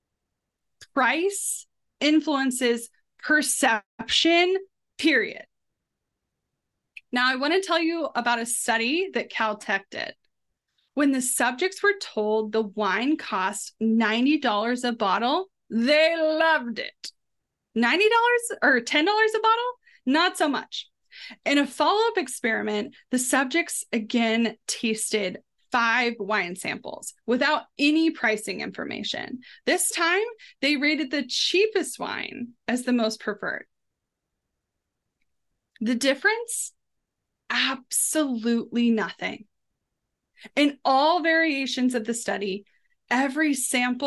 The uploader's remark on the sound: Listen in on the phenomenal live webinar we offered this week.